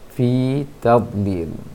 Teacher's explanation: Itu terdapatnya huruf kasroh dan setelahnya ada ya tanpa titik, ya tanpa titik, namun rumah ya-nya ada, maka itu berarti kasroh yang sebelum ya tersebut panjang. Jadi fi di sini panjang, fi tadlil.